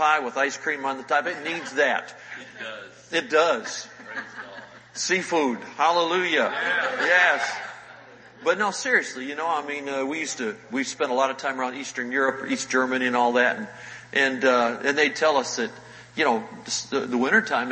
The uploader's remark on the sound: Recorded Live in Panama City Beach, FL. GULF COAST CONVENTION.